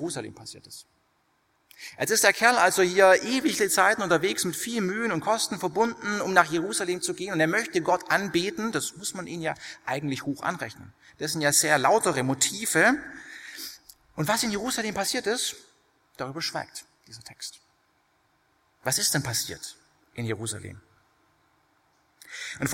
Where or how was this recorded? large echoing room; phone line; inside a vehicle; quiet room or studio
large echoing room